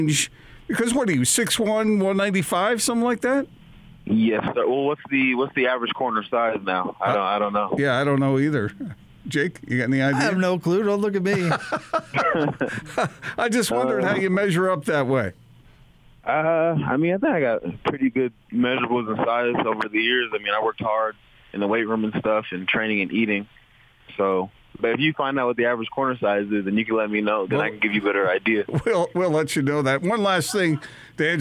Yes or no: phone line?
yes